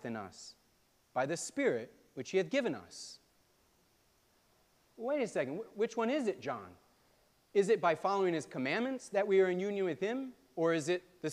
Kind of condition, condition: setting, large echoing room